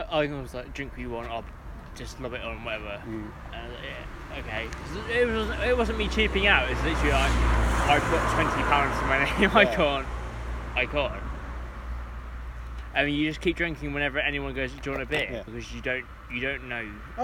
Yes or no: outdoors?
yes